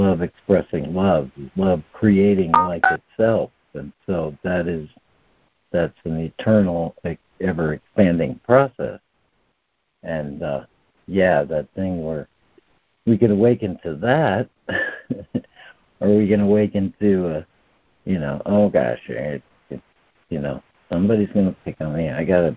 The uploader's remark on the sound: ACIM Daily Conference Call.